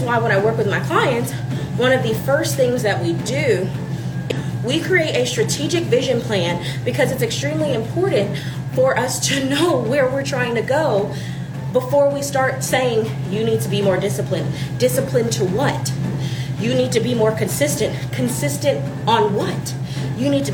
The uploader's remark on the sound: In this episode, I was on the treadmill. I discussed with my live audience.